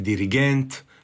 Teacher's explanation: naglasci dirigent kada je na zadnjem slogu, sako kada je na zadnjem slogu